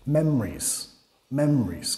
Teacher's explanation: En el inglés hablado normal, muchas veces decimos memories, memories, como dos sílabas.